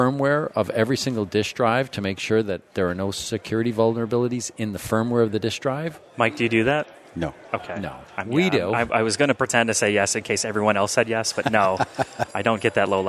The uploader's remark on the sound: This Datanauts episode was recorded live at Microsoft Ignite 2018.